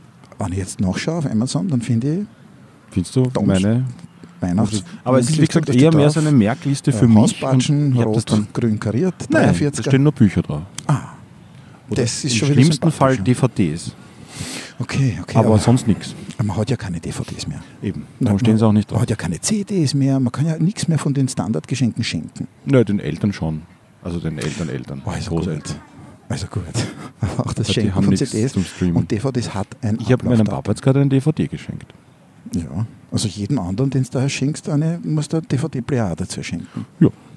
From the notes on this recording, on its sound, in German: Live vom Wiener Christkindlmarkt.